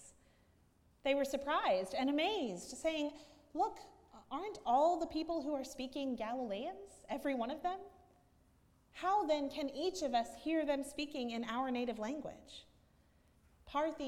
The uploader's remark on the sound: at Northminster Church on Pentecost Sunday, June 9, 2019